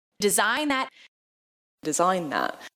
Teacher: TH の音っていうのはちょっと聞き取りにくくて、まあ、N からのつながりみたいな形の音になってたんじゃないかなと思います